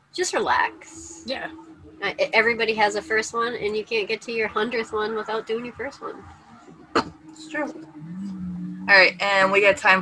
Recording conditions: busy venue